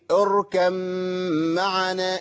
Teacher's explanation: انا عندي مثلا اركب معنا، الباء مع الميم، الباء والميم بيخرجوا مخرج واحد من الشفتين. انا بقول ايه اركم معنا. · Term: ميم مشدده